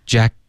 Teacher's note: Jack 的这个结尾呢，舌尖顶上颚，封住气流，而不是导致鼻音